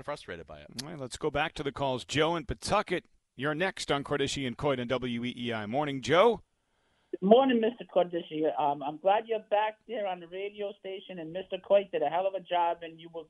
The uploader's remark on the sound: take your calls texts and tweets live on the air